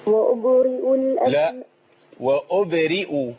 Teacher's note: الراء عندك تحتها كسرة، يبقى ترقق على طول. أي عندنا عند حفص الراء المكسورة ترقق على طول